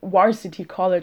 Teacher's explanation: just pronouncing a V like a W.